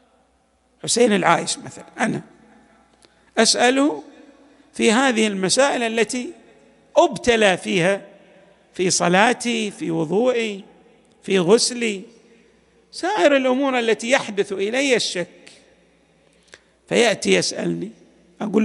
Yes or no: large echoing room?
yes